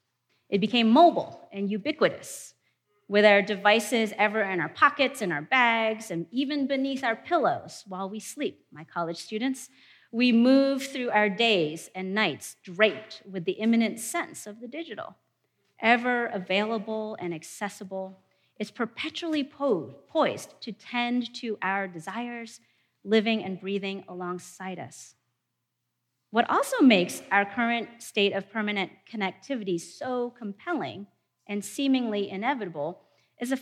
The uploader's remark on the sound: In a presentation from our 2019 theology conference